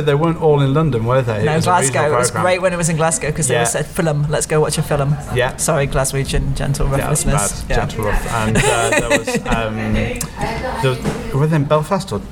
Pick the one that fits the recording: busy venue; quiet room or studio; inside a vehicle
busy venue